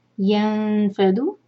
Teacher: نون چھپائیں گے، فا کے لیے زبان تیار کریں گے · Term: اخفاء